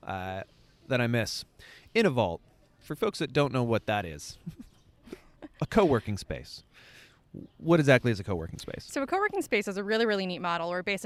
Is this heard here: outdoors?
yes